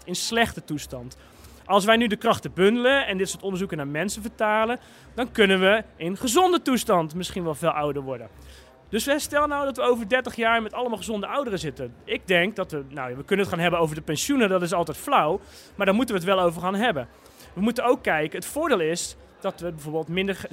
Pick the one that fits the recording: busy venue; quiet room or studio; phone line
busy venue